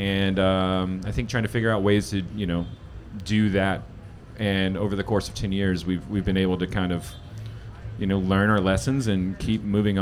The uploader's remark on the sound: This impossibly hard-to-answer question was asked of three beer industry veterans during a live show, in the rain, during their first hour of the Snallygaster Beer Festival . Beer Me Radio returned to our "recorded live" roots for one special show during Snallygaster beer festival in Washington, DC, in a podcast tent, in the rain.